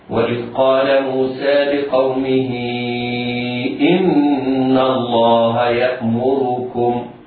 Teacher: النون في إن حرف أغن مشدد يغن بمقدار حركتين